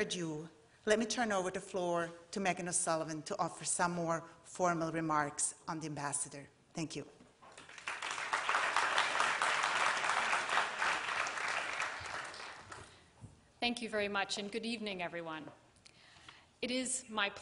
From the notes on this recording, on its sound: Questions from the audience